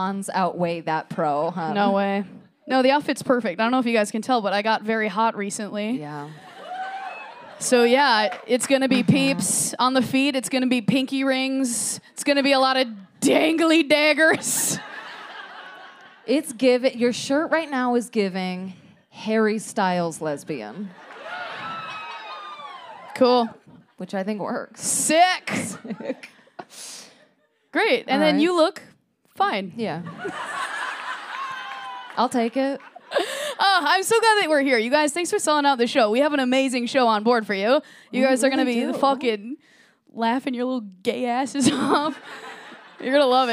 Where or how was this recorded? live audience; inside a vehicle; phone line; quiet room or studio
live audience